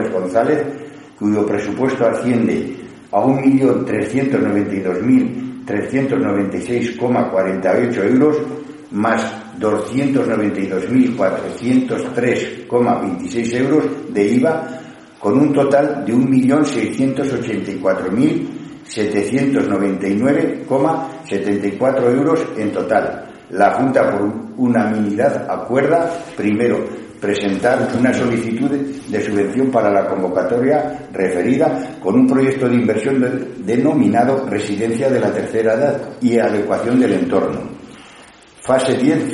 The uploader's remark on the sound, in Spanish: Sesión Ordinaria del Pleno del Ayuntamiento celebrada en el Salón de Actos del Ayuntamiento de Cella (Teruel)